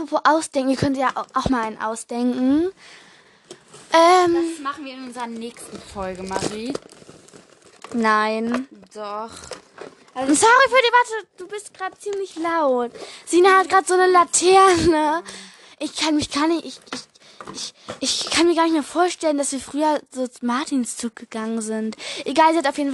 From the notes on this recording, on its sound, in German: Entschuldigung für die ganzen unnötigen Hintergrundgeräusche!